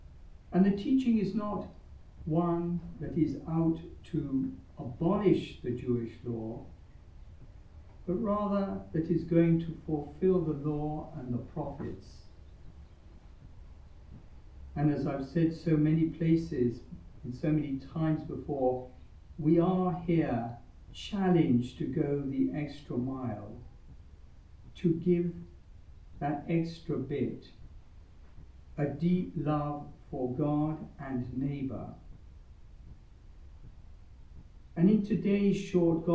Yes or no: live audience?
yes